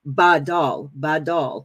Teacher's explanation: the stronger point, the accent's going to be on the first part. It's usually that way in Hebrew.